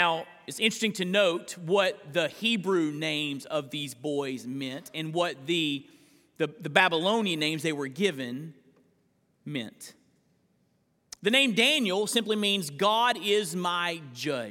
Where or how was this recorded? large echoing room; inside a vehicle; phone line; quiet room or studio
large echoing room